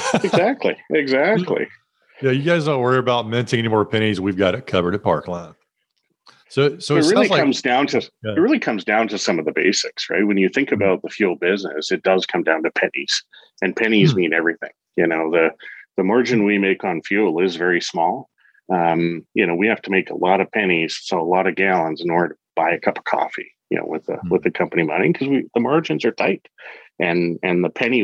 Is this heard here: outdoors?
no